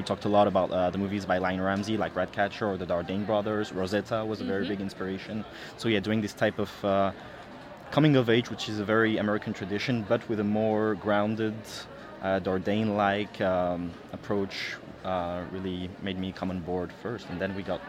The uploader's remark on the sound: AFI FEST Live. We are live, on-location at the TCL Chinese Theatre for AFI FEST 2023.